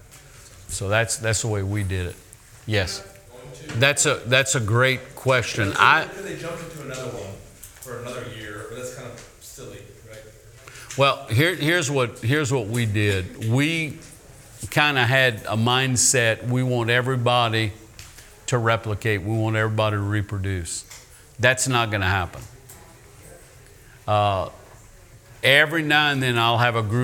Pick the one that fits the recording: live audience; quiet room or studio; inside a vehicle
live audience